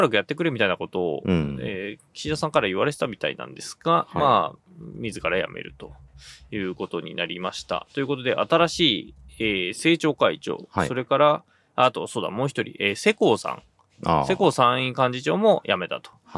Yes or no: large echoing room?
no